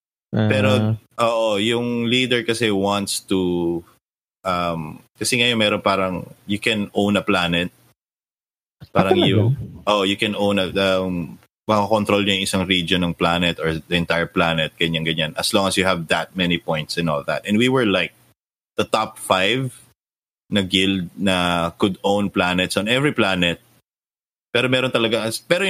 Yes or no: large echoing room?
no